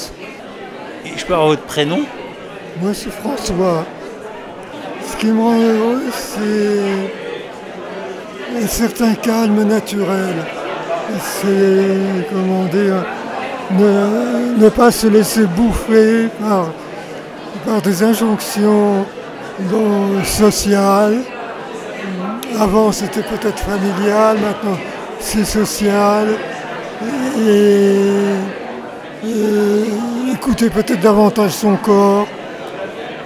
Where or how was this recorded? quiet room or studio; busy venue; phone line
busy venue